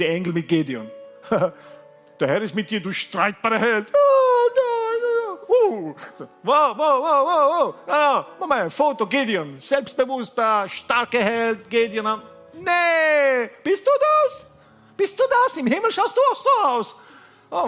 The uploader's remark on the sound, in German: Gottesdienst live aus der LIFE Church Wien